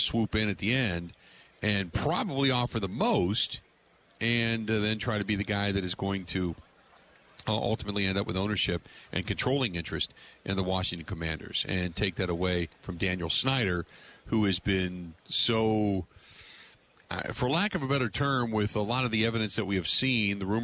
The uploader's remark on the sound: Live From Super Bowl Radio Row